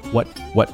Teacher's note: 这个 What 肯定是一个弱读的啊，不用读得很重啊。What？What？后面的特就没有了。Whatdo you？